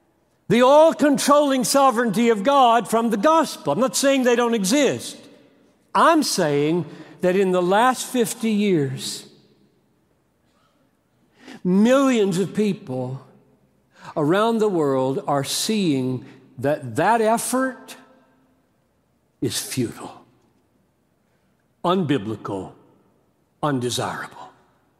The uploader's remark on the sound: preached this message at The Gospel Coalition 2019 National Conference